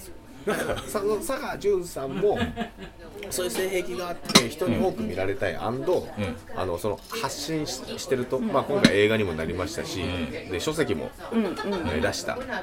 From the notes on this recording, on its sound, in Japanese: 今回は東京都八王子の居酒屋「暫」さんで出張収録を行いました。